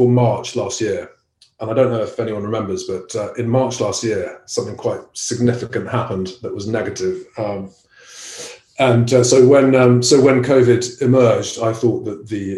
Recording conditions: video call